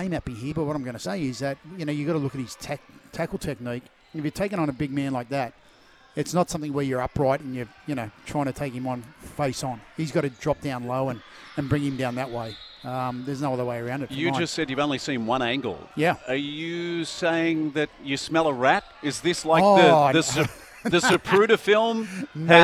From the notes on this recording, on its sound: live from Terrigal Basketball Stadium